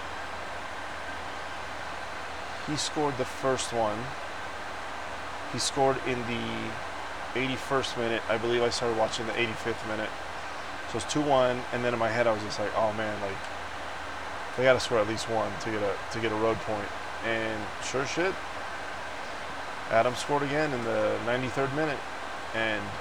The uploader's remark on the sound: This week I recorded the episode on a PLANE! I few times I had to stop because passengers would ask for something or just look at me. Forgive the noise of the plane.